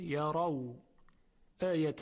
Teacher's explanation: حرف را در یرو چون فتحه داره تفخیم میشه